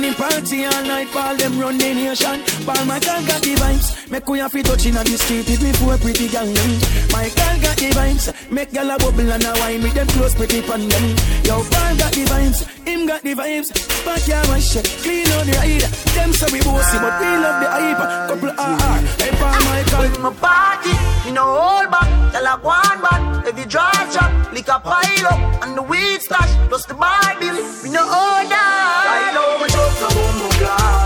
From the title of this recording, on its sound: LIVE AT FETE FRIDAYS ON FEBRUARY 3RD